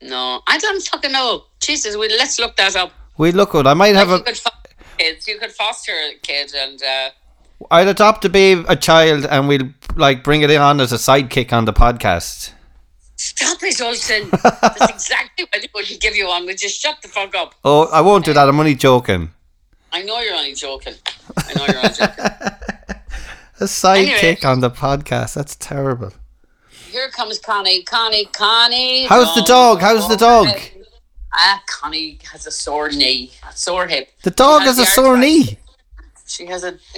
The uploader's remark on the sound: another over the phone podcast